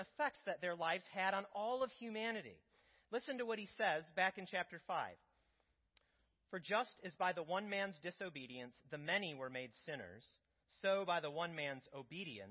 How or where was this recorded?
large echoing room